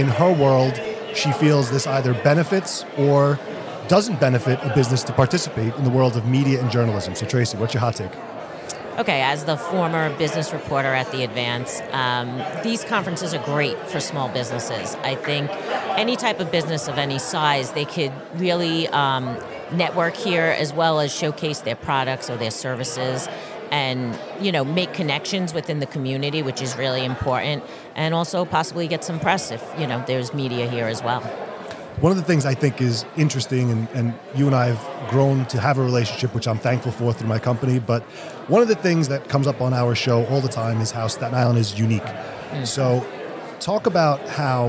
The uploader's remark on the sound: live from the SIEDC Business Conference